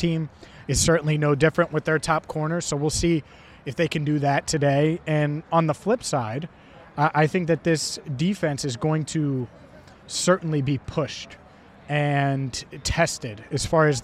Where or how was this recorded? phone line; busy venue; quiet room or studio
busy venue